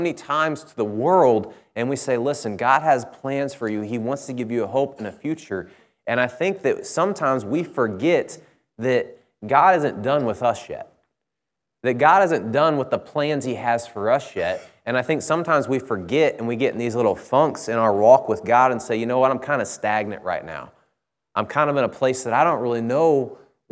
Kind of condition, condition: setting, large echoing room